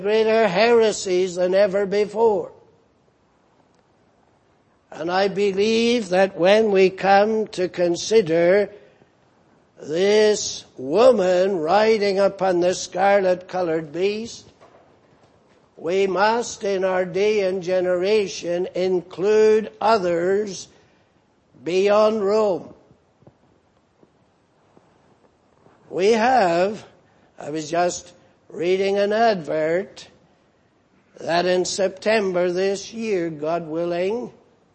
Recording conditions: large echoing room